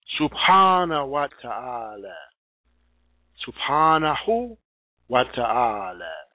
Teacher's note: And notice, too, that there are no P's in Arabic. So it's sub, like Subaru.